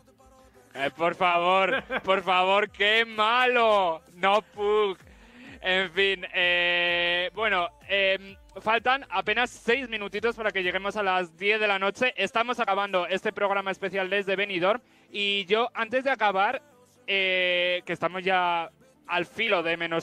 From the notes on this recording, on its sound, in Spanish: Programa especial en directo desde Benidorm con conexiones con varios puntos de la ciudad